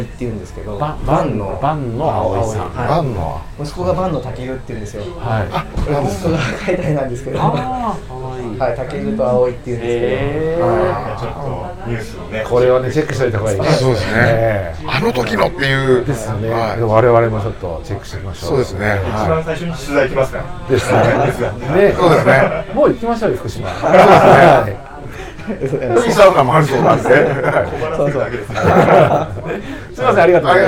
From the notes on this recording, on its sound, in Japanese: 今週は青物横丁にある、飲めるとんかつ屋【安右衛門】にて収録。今年最後の配信はお店の若旦那も交えて大いに盛り上がり…